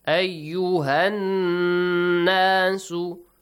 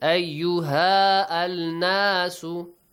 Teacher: Alif mad, you skip the lamu ta'rif. You directly join ha, ayyuha, to nun mushadda. · Shown in: first take